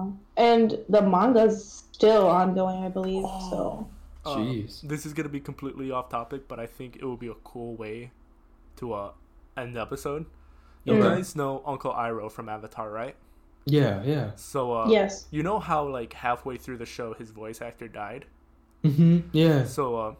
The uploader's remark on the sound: Sorry about the poor audio quality. It was the first time I recorded at my home desktop, so I had to lower my mic gain to hide out the background noises and also had my audio settings set to be a stereo, so picking up everyone else audio added a weird effect that simulated they were in a trapped inside some basement.